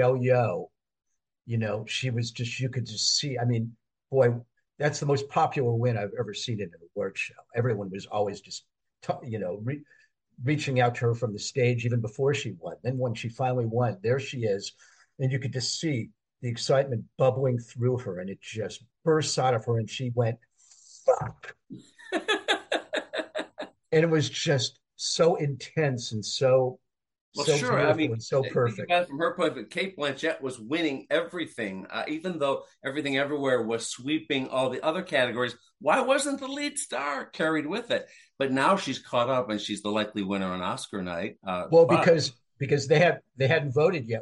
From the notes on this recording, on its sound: When a couple of Hollywood awards veterans (read: Medicare recipients) get together to slug it out on Zoom.